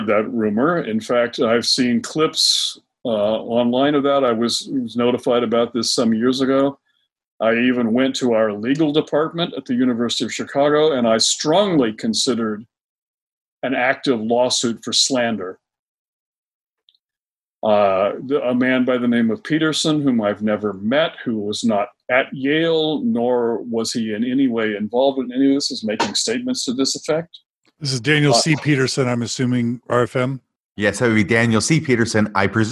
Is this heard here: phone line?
no